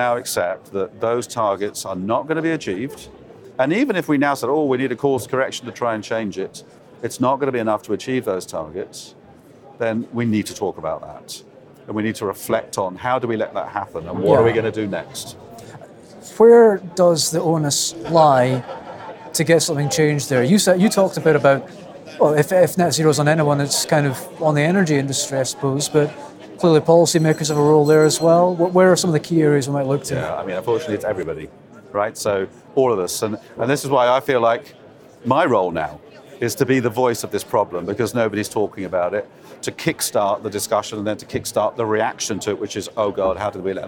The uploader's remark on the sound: In this pod, again from day one of the Energy Exports Conference at P&J in Aberdeen.